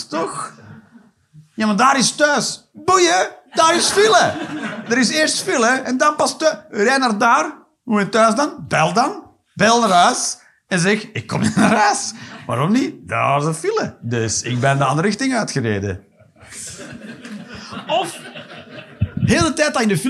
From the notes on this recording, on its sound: Live 15 November 2023, Kargadoor, Utrecht.